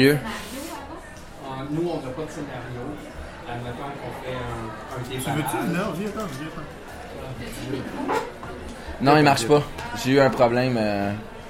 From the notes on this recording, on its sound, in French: Voici l'épisode enregistrer avec publiquenbsp; au 3 Brasseurs pour la première fois.